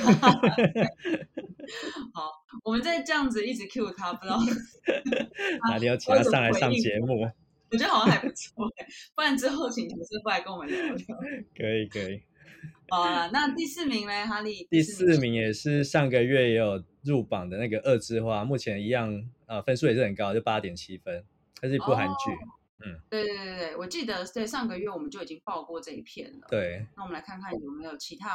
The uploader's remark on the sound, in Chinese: 麥克風壞掉了，音質欠佳請見諒。